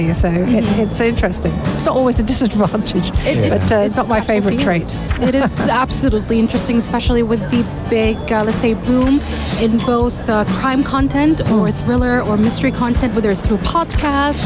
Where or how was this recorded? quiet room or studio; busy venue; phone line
busy venue